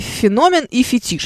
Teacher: Фетиш французское на последний слог, феномен. Греческое на второй.